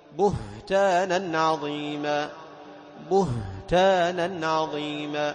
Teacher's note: بهتان جاء بعدها حرف التاء وهو مستفل مهموس، ولها أيضا مهموسة لكن الحلق، فنتوضح الهاء وتبينها